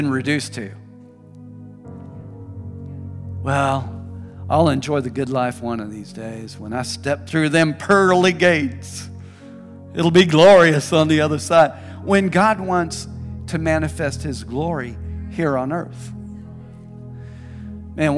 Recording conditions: large echoing room